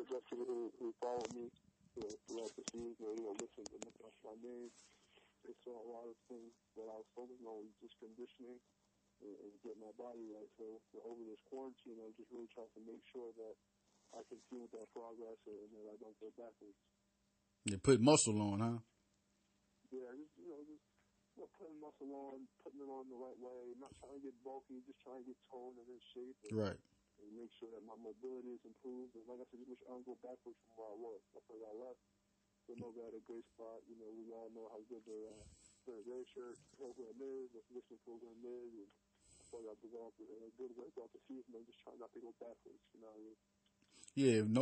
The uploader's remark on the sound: Live phone interview